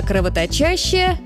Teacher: в любой форме слова «кровоточить» корень «точь» остается безударным. Ударение падает на суффикс.